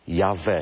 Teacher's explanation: I wreszcie Epifaniusz z IV wieku, czy Teodoret, IV-V wiek, Jawe. Wprawdzie tam jest napisane Jabe, ale Beta wymawiana już była jako W.